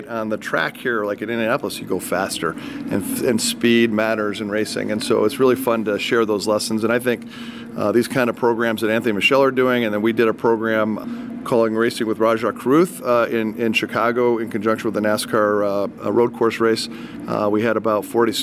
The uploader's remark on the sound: Live from Indianapolis Motor Speedway. WGN Radio.